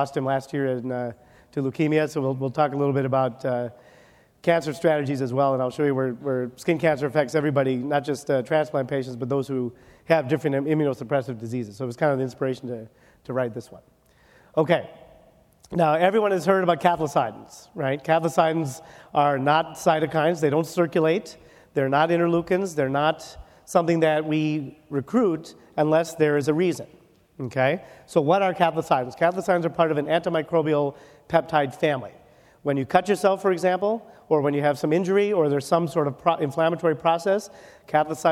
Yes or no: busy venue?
yes